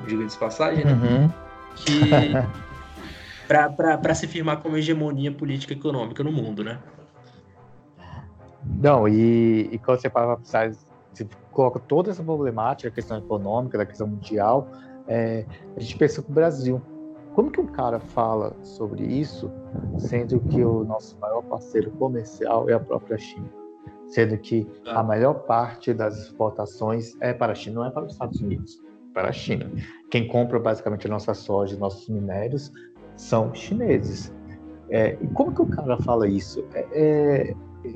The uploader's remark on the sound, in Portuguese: O áudio não está 100% devido à quarentena, o que nos obriga a gravar a distância!